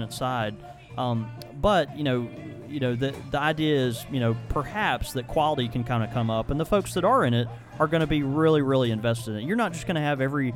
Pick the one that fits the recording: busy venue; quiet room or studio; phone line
busy venue